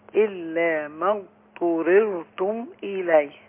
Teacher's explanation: لا انا كده دخلت على الطاء مباشرة انما اريد لابد ان احقق استطالة الضاد اولا